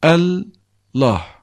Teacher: İki lam birbirine idgam edilmiş, yani girdirilmiş, yani şeddelenmiş ve Allah olmuştur. El ilah, hemzeyi silersen el lah. İdgam, yani girdirirsen iç içe, şeddelersen yani Allah olur.